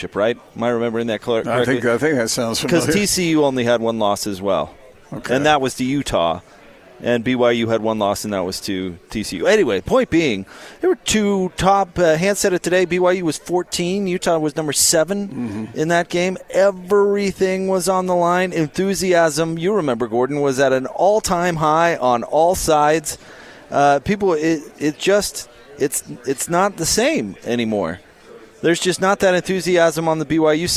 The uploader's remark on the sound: LIVE at Murdock Hyundai in Lindon